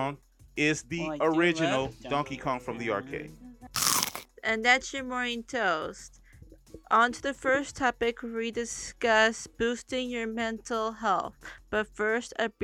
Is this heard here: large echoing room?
no